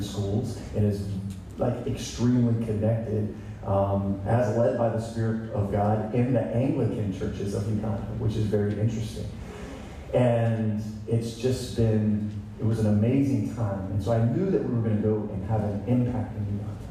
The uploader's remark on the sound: Please be patient with the audio on this one, but it is worth listening anyway...